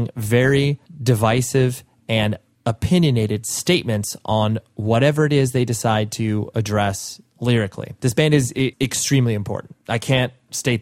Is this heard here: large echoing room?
no